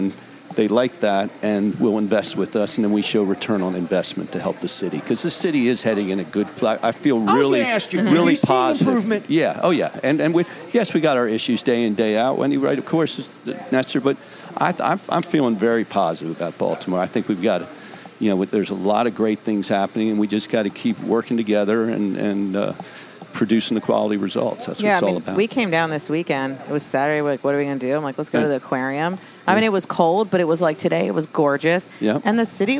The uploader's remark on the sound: On "A Cup Of Soup Or Bowl" week at Faidley's Seafood in historic Lexington Market.